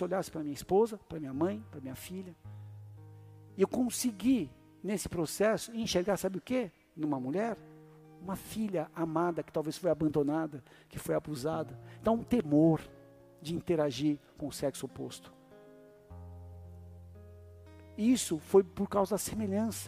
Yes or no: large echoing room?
yes